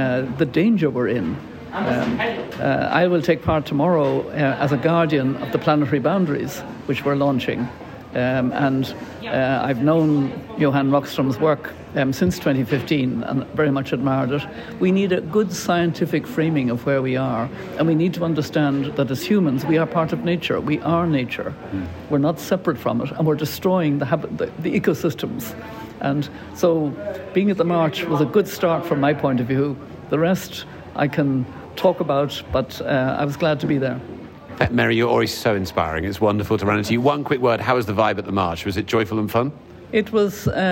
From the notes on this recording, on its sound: plays the role of roving reporter live from Climate Week NYC